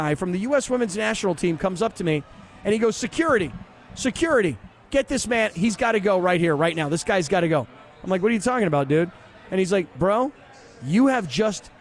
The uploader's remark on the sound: joined the show live from Danny K's